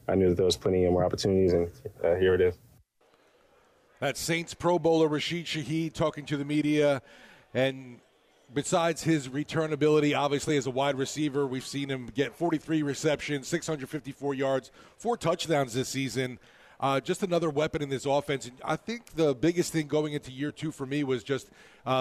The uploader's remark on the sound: LIVE from the Dome.